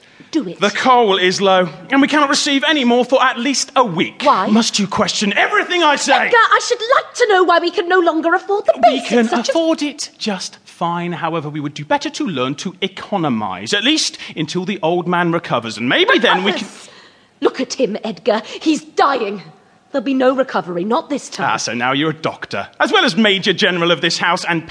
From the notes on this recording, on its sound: The Grimm of Stottesden Hall was recorded in front of a terrified live audience.